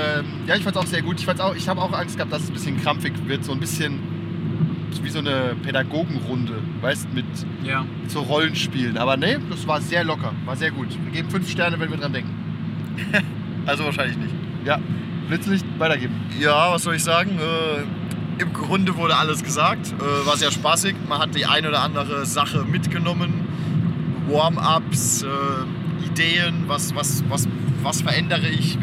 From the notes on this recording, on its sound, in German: Die Audioqualität leidet etwas darunter, da wir im Auto auf dem Hin- und Rückweg aufgenommen haben